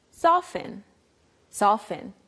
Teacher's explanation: There's a T there, but usually we just say soften.